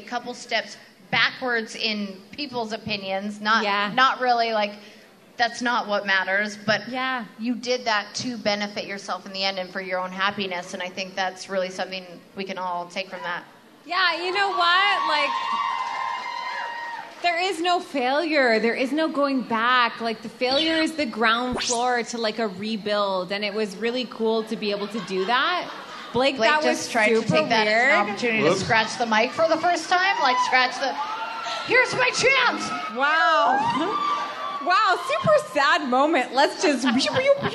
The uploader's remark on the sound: Vancouver Live Show. Comes to us live in Vancouver from her Fall Crawl Tour.